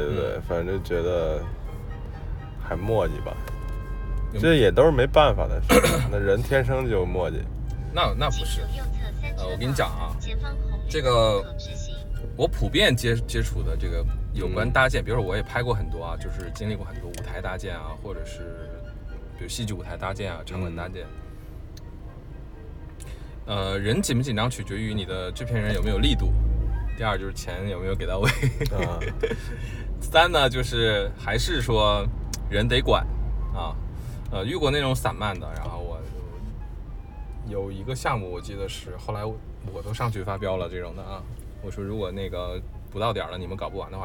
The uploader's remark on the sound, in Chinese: 本期录音来自周六演出当天前往拍摄场馆路途中录制